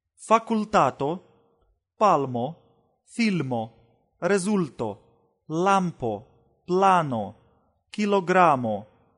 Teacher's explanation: ЛО произносится мягче, чем в русском ЛА, но тверже, чем в ЛЯ. Такой звук образуется, если установить кончик языка чуть выше передних зубов.